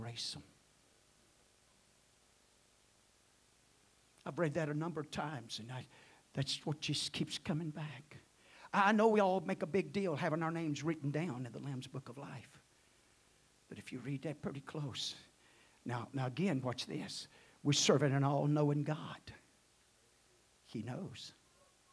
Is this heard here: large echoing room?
yes